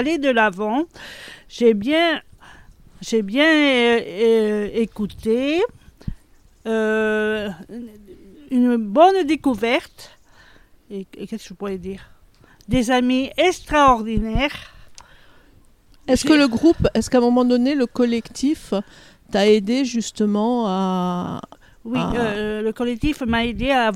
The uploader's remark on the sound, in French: C'est installée dans le golfe de Santa GIulia que l'équipeenregistrecette émission